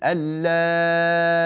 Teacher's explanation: ورش لا يسهل الهمزة مع المد والقصر وصلا ووقفا، فيقول اللائي ولدنهم أو ست حركات يعني اللائي ولدنهم بست حركات أو بحركتين فقط، فيقول اللائي ولدنهم، وإذا وقف يقول اللائي بتسهيل الهمزة مع الروم هكذا